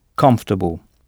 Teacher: Et notez que O-R est à peine audible, comfortable, et que c'est la première syllabe qu'il faut frapper.